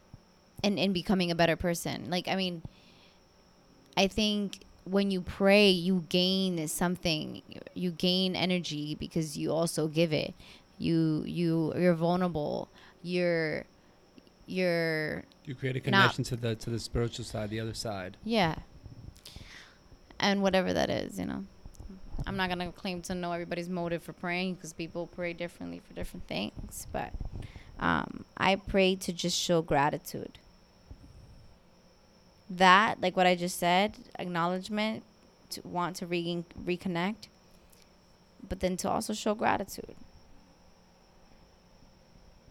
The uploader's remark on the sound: record on their balcony outside